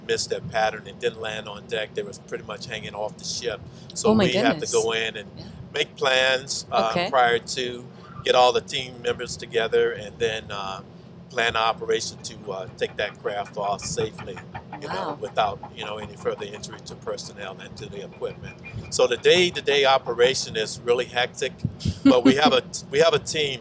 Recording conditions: outdoors